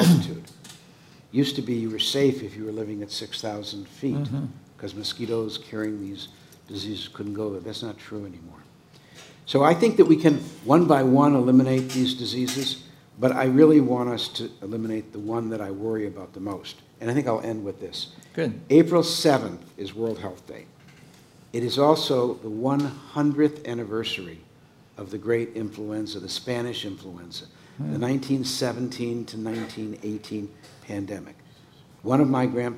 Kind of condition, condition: setting, busy venue